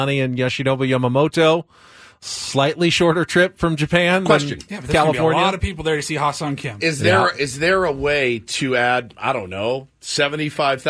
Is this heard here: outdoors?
no